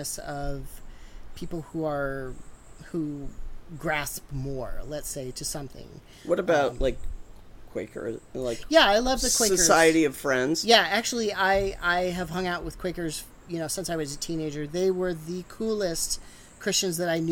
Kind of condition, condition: fault, sounds in the background